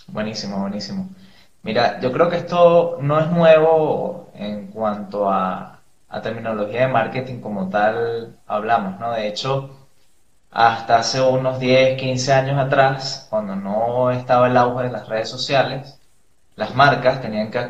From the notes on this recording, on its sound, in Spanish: que realizamos a través de un Instagram Live